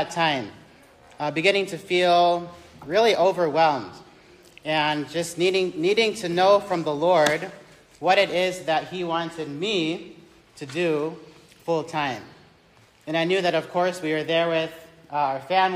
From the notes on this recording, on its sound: This message was recorded live on 10th January 2023 during the Independent Baptist College of Ministry Spiritual Life Retreat.